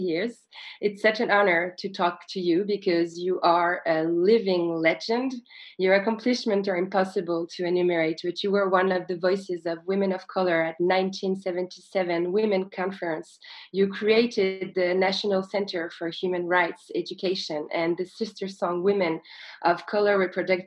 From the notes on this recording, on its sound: Recorded in public the 21st of November 2020. This episode was recorded on Zoom thanks to Les Créatives festival in November 2020.